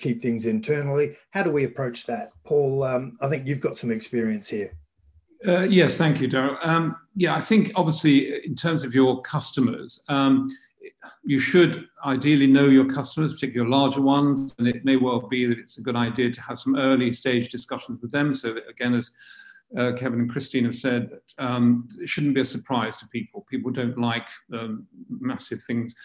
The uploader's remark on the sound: In this web chat (panel discussion)